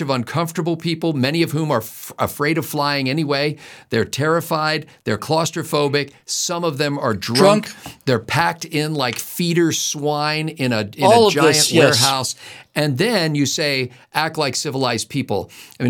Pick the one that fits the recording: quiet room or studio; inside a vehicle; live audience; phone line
quiet room or studio